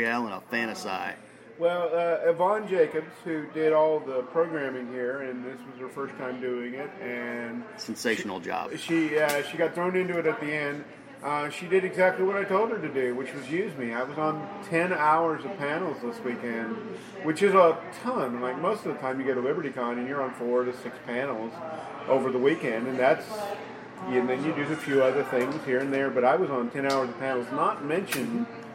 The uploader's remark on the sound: The guys check in from FantaSci 2021